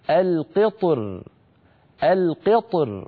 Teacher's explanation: وفي الوجه الثاني يفخم الطاء ويرقق الراء أيضا من غير تكلف هكذا القطر القطر، فيفخم الطاء ويرقق الراء عند الوقف.